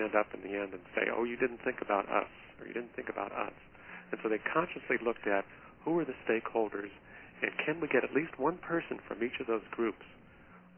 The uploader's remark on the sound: Listen to this call recording.